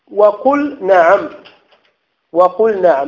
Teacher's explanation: يعني لا تدغم اللام في النون